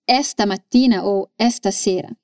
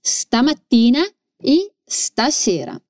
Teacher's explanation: Bene, isso também acontece com questa sera, que transformamos numa palavrinha só e fica sta sera. Veja que essas palavras começam com S mudo, então não dizemos i ou e antes · Shown in: second take · não dizemos esta mattina ou esta sera.